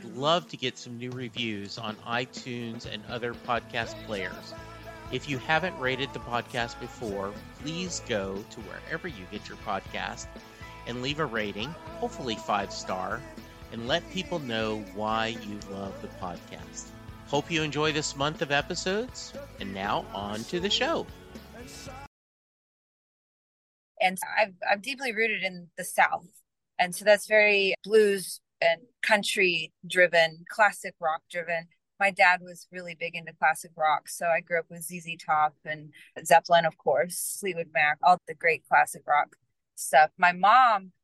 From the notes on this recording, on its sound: joined me from her car right after sound check for a gig in NYC